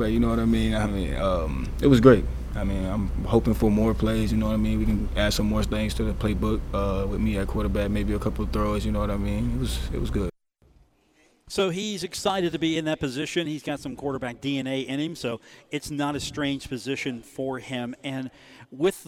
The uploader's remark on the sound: comes to you live from The Union Pub and Grill in Huntington, WV